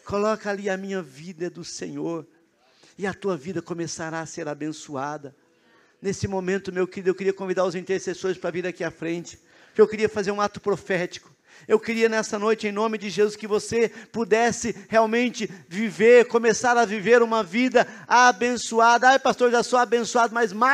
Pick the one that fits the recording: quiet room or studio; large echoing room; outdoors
large echoing room